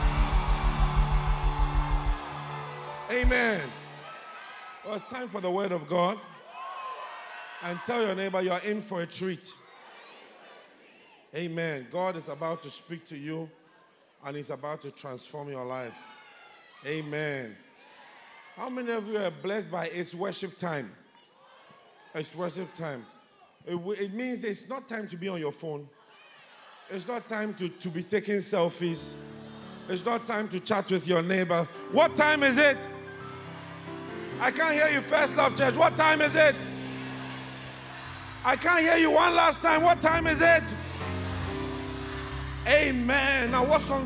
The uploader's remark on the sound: Preached at the First Love Experience Service.